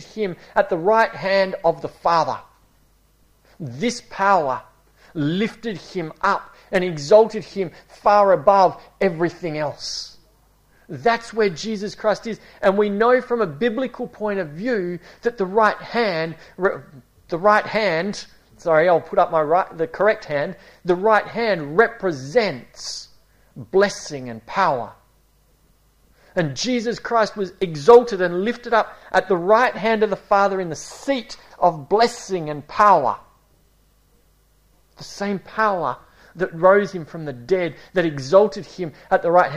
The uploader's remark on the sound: A series preached at Esperance Church of Christ